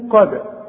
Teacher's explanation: قد الدالة اهي بنقلقلها علشان الشرط بتاعها السكون